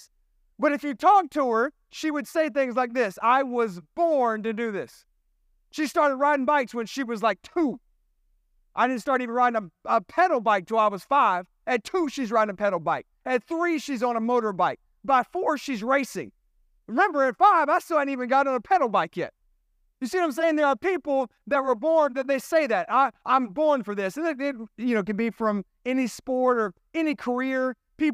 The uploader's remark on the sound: This sermon was recorded at Family Worship Center in Columbia, SC on Sunday, September 17, 2023.